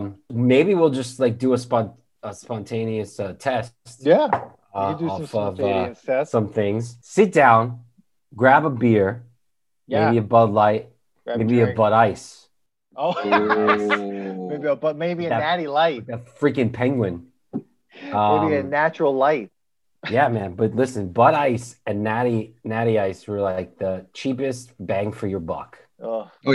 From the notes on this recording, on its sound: We recorded this on December 14th, 2020, on Zoom so there are some small sound discrepancies.